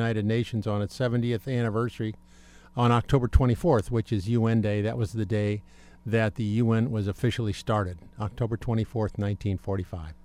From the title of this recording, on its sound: Live at Solar Decathlon 2015